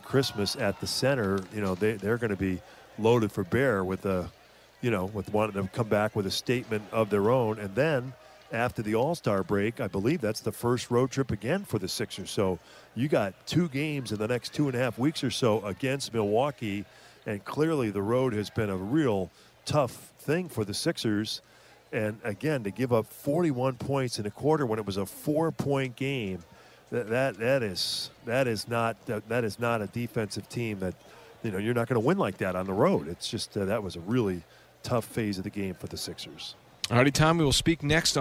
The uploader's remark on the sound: postgame press conference